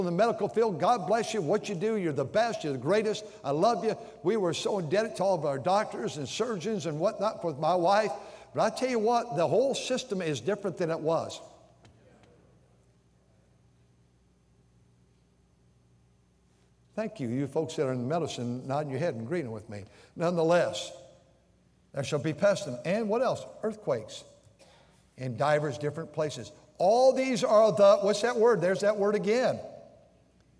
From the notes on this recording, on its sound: during the Wednesday Evening service on September 6, 2023, at North Valley Baptist Church in Santa Clara, California.